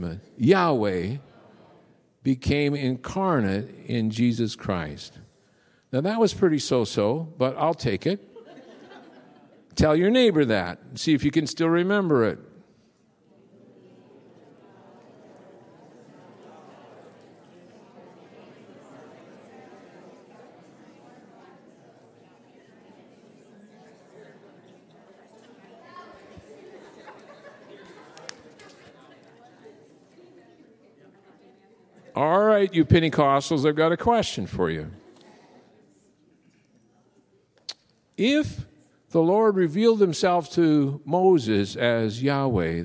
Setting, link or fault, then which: setting, large echoing room